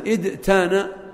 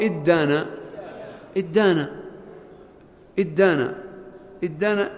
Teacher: فقلبت تاء الافتعال دالا، ثم أدغمت الدال في الدال. · Shown in: second take